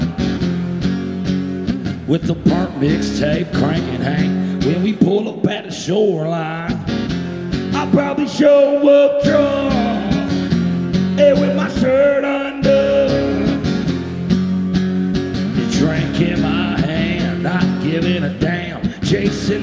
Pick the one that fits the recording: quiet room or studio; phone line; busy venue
busy venue